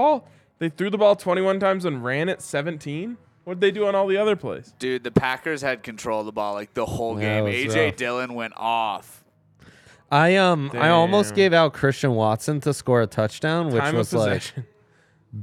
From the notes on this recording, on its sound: come to you LIVE from the DNVR Bar